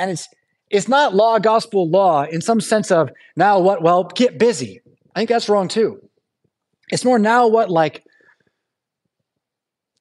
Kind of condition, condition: setting, large echoing room